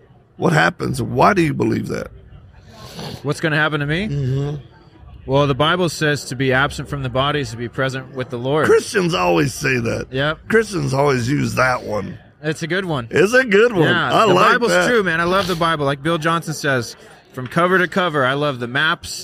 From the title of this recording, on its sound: Live at AmFest